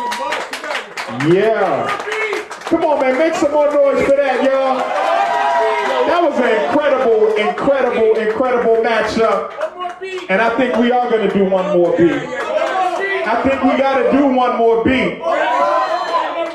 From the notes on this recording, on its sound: The Beat Club Podcast LIVE stopped by Phoenix Landing in Cambridge, MA to put on our monthly live show for producers. New faces & new beats were in the building during our open producer showcase.